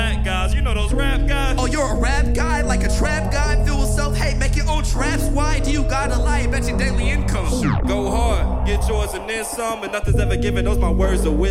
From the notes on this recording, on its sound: This performance was recorded at Square Cat Vinyl. This performance was recorded at Square Cat Vinyl .